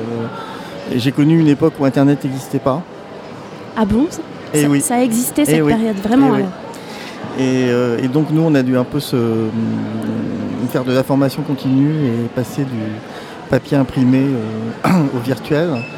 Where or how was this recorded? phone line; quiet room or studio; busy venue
busy venue